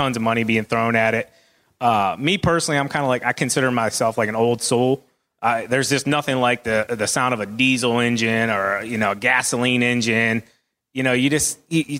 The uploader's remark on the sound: Kohler Lawn and Landscape Society Live Panel. This is the conclusion of our Live Panel Discussion at Kohler's event.